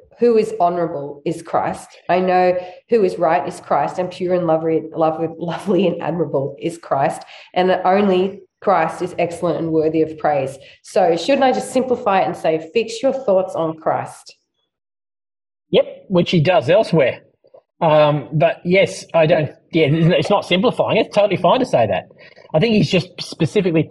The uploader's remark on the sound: If the audio is really poor quality you may be listening to and earlier version of this episode. Due to issues with our old sound recording equipment parts of the episode were rerecorded. The discussion took place via Zoom.